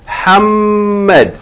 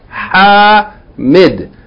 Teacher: Hammad is shadda on the meme. Hamid is no shadda with a long vowel.